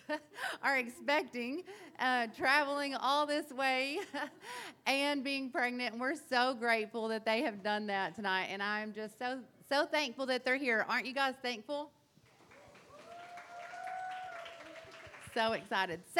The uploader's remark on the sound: The interview audio is very low, so be ready to turn it up. This year we had our first ever mix and mingle event and did our first live podcast recording! Go live with the Inner Circle at Nexus Coffee.